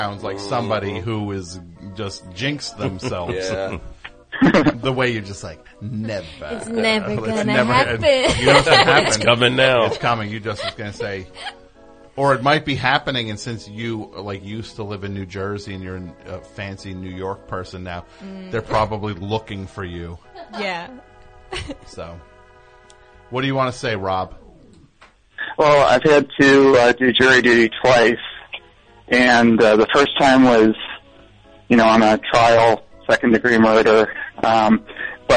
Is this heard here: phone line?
yes